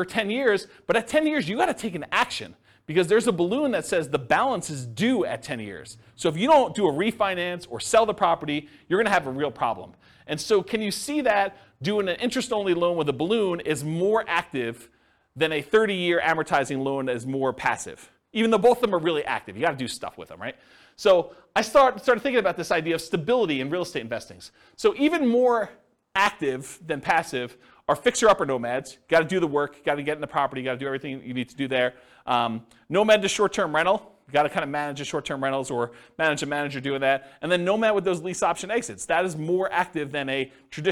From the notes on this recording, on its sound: This was a live class recorded.